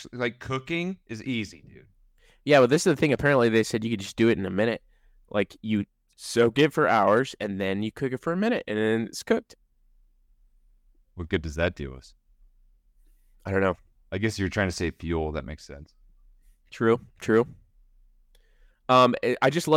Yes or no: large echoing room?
no